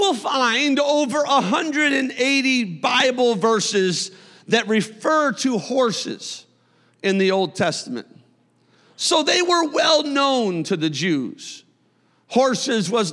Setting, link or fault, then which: setting, large echoing room